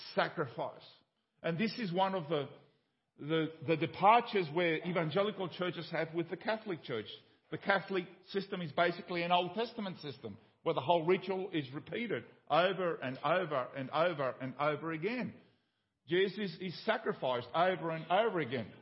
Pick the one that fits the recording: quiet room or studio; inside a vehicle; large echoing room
large echoing room